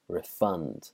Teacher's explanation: So the verb is to refund someone. So again, emphasis on the second half of the word, refund.